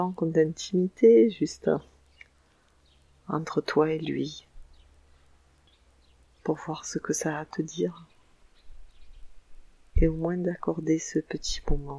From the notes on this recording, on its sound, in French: Un épisode enregistré à l’extérieur, avec le chant des oiseaux qui accompagne ma voix !